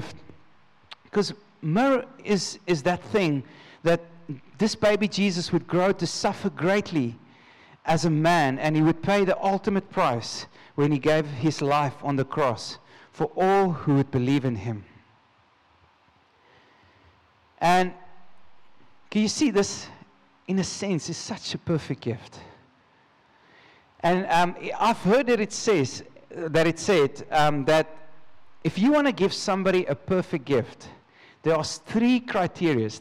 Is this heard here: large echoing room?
yes